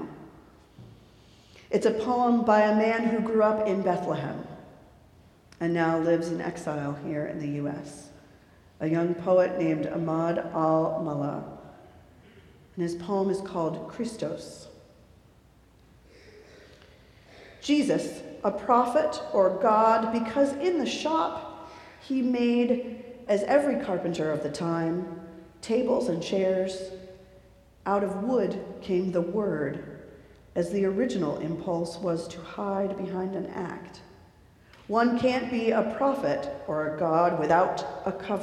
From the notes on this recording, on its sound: recorded live at the 10:00am service on Sunday, December 3, 2023